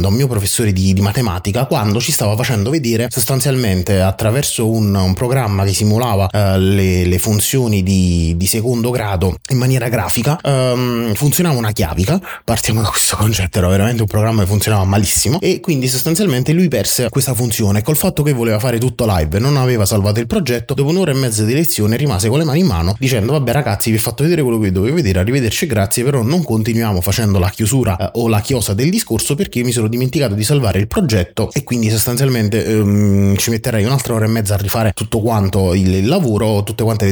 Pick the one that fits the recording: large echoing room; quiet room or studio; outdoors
quiet room or studio